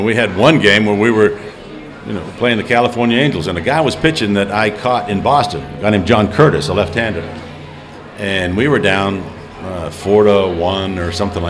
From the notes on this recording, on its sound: live at the ChiSox Bar and Grille